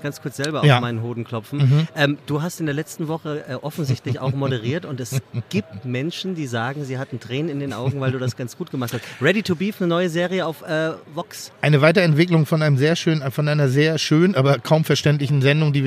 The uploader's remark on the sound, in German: Live vom OMR Festival 2019. Diese Online Marketing Konferenz in der Hamburger Messe nutzen sie, um ihre Hörer auch mal zu Wort kommen zu lassen.